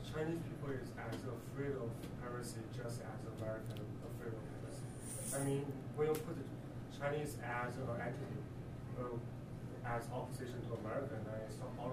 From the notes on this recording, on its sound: Recording of the May 4, 2016 launch of the fifth issue of The Funambulist Magazine 5 (May-June 2016)